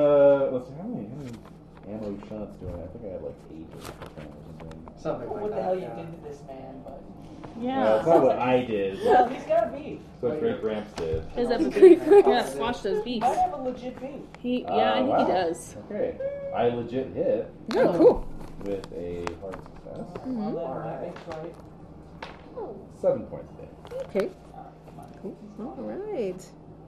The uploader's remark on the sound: We had some technical recording difficulties this session; we did our best to fix the issues.